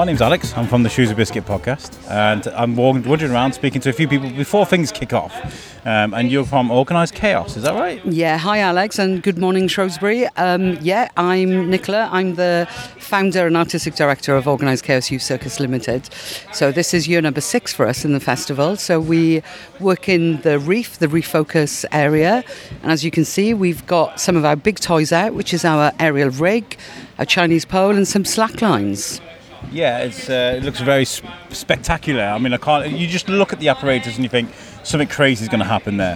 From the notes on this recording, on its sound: Shrewsbury Folk Festival 2021. Had the privilege of walking around with a mic for the day. The aim was to try and sample the festival via a podcast.